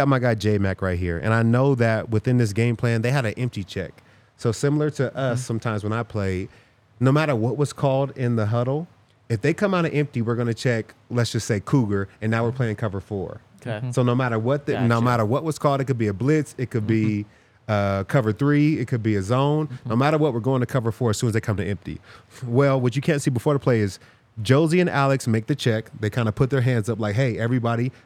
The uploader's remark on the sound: coming to you LIVE from the DNVR Bar